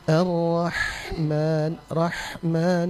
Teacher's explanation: Lalu berikutnya pada Ar-Rahman, Ar-Rahman ini untuk semua ya, untuk semua kita berusaha untuk membaca huruf ha sukun itu, ha sukun itu nanti dibaca dengan cara mengeluarkan angin saja